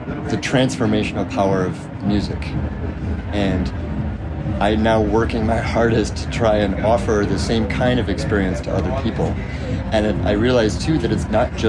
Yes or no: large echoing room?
no